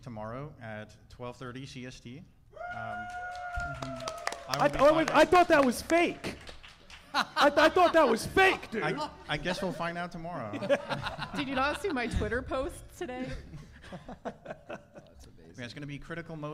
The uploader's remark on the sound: Live From Austin, Texas!